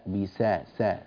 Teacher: السين هنا طبعا مرققة، جاء بعدها هذه الخاء المفخمة فتحتاج هذه السين إلى اهتمام وعناية، لا نقول بسخط، لا بسا سا سا، السين مرققة.